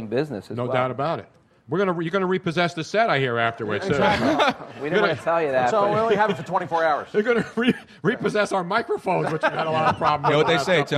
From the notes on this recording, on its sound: A lucky audience member got to spin the wheel and won 175 dollars cash. We picked an audience member.